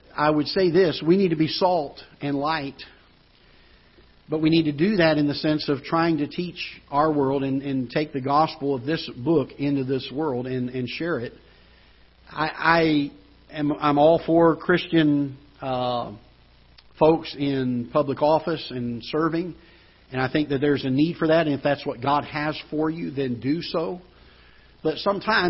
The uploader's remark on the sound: Ketha Heights Baptist Church ~ Live Broadcast